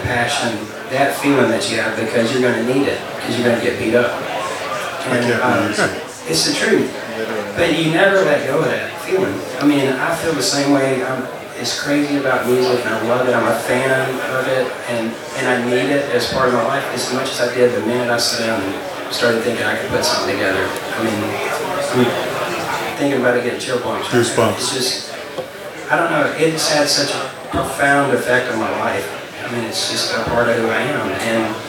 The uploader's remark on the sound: The Songwriting and Collaboration Panel from the Nashville Rock n Pod Expo. I wish the sound quality was better.